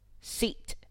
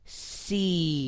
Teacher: It's a voice sound ending in a D. It's going to be on a double stair step and will say it more slowly · Shown in: second take